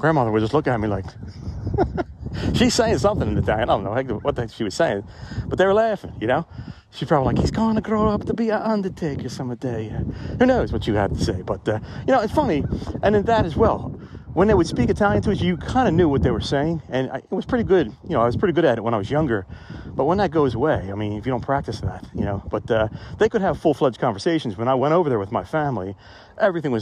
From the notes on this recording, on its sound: Reporting Live From the Cemetery! Take a walk with me.